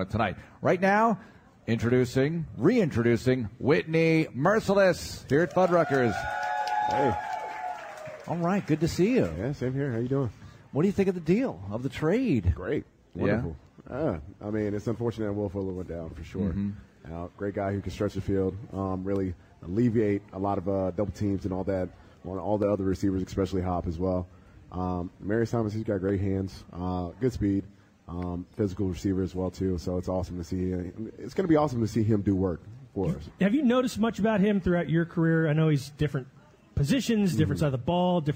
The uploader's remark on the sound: LIVE at Fuddruckers